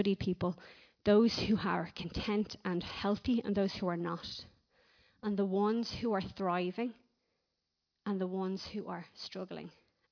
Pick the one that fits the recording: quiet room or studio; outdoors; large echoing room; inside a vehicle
large echoing room